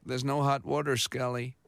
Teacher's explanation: He's kind of got that slight vocal fry